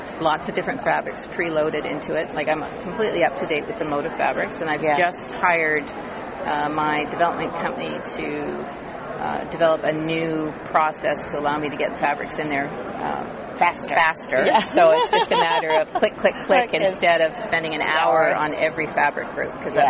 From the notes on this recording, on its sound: This whole show is done from the Trade Show in Houston TX. I set up interview and then we try to find a somewhat quiet spot near my guests booth so I don't have to have them go to far.